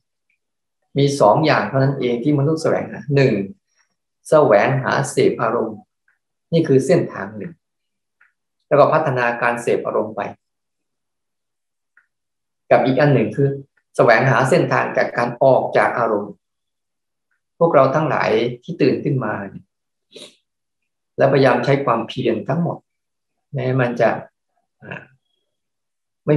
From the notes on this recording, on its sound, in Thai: คอร์สออนไลน์ (ผ่านโปรแกรม Zoom)